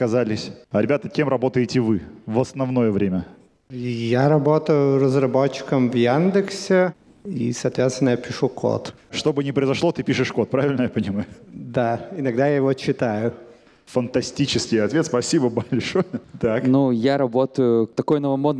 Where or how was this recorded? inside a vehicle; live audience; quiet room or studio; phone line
live audience